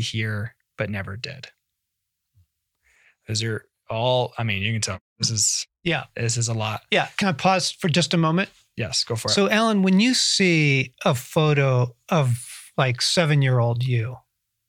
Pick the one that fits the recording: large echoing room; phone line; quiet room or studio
quiet room or studio